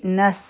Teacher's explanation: په سین کې د سیټي آواز وي